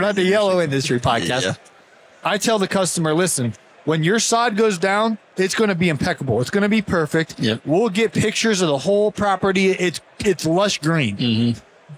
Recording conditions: busy venue